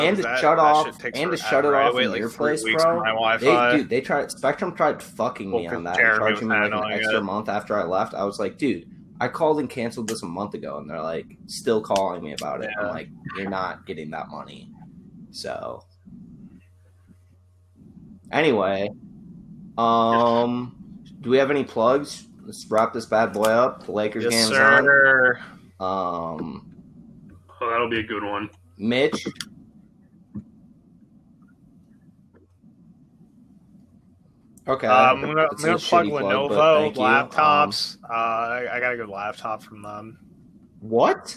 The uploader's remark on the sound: The Terrible Audio Episode. Dumping old live episodes.